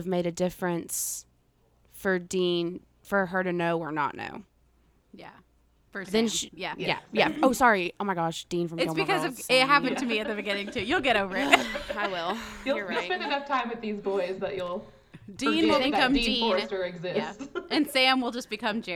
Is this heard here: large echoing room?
no